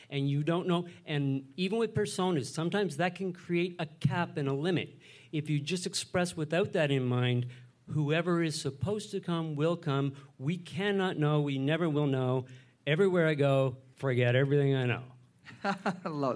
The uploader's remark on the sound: As part of our Boiling Point Process live event on December 2018 in Saint John, New Brunswick, we invited four sets of guests to join us on stage for live recordings of The Boiling Point.